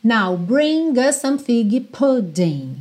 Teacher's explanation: Esse us quase não aparece, ele fica sendo mesmo a ponte aí entre bring e o some. E como us termina com S e some começa com S, naturalmente você vai juntar num S só